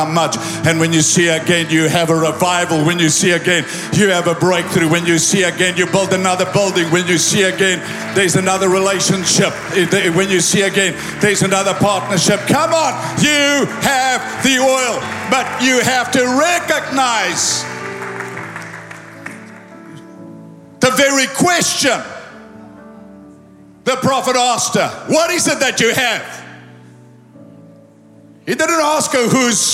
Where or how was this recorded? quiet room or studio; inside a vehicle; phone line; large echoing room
large echoing room